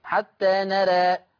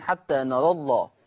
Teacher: وقفا، وقفا زي ما هنشوف الشباب دلوقتي وهم بيقروا هيقفوا عليها، يقفوا بالتقليل، بس لما يجي يصل حتى نرى الله حذفت الالف لالتقاء الساكنين، فلا يجوز فيها التقليل قولا واحدا الا حال الوقف عليها · Shown in: first take